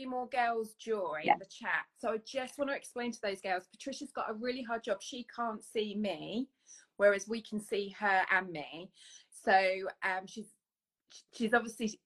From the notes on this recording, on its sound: The chat is live so the audio will vary.